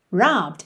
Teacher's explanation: O final dele é ed, mas o é não é pronunciado, certo? Então você não diz robbed e sim robbed.